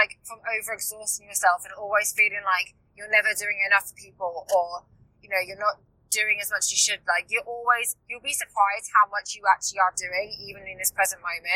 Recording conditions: inside a vehicle